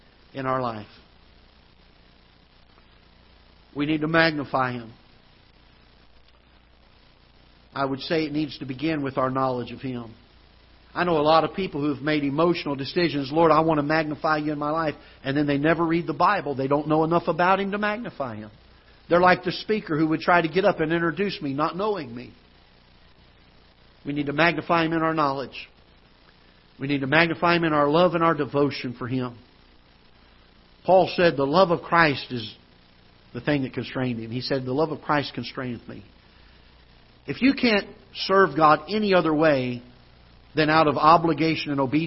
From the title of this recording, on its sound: Ketha Heights Baptist Church ~ Live Broadcast